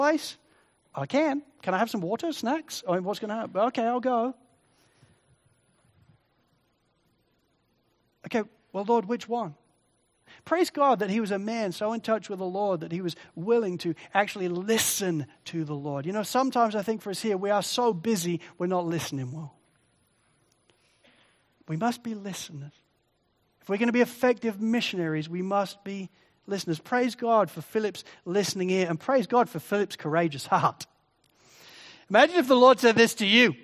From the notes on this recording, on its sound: Sermon recording from Sunday 4 Jun 2023